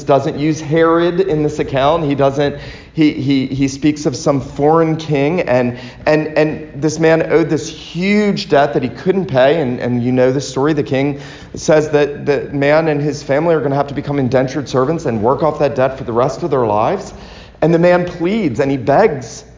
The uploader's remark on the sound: This sermon was preached at Christ Reformed Baptist Church on Lookout Mountain, TN